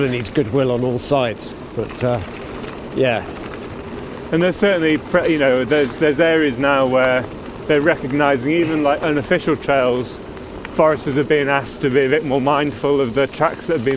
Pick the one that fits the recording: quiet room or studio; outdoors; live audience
outdoors